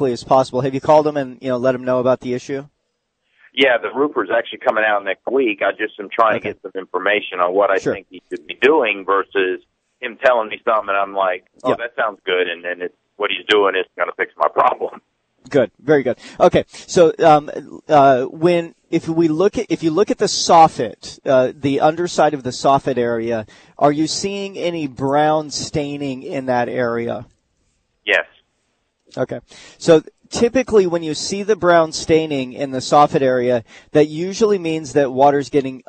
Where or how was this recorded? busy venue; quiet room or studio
busy venue